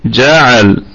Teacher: الكلمة كلها مرققة والجيم قلقلة نسبية ونقف عليها بوجه واحد بالسكون المحض.